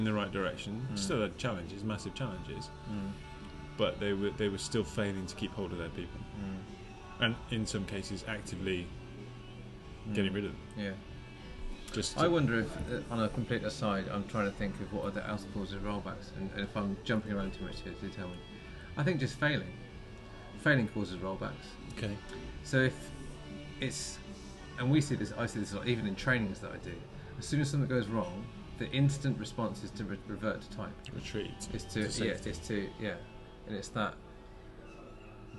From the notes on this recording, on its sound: The Master Mariner, Brighton, UK. Enjoyed a road trip to the seaside this week, and stopped in at the Master Mariner for a drink and a chat by the water.